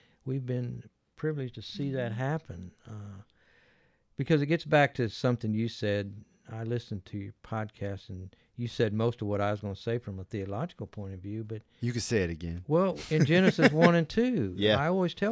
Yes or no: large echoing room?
no